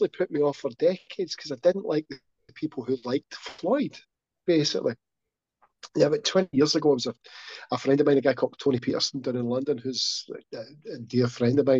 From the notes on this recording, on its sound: thankfully, his video connection just about held out until 10 seconds before we stopped recording.